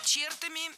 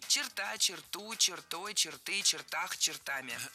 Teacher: перед нами слово с ударением на окончании во всех формах. · Shown in: second take · И здесь уже никаких исключений.